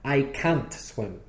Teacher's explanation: And the word can't is always stressed.